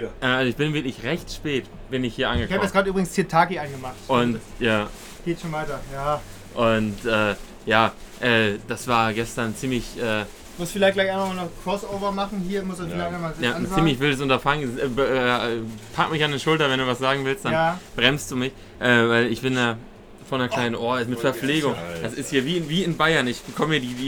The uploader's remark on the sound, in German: Live aus dem Aquarium im Artlandstadion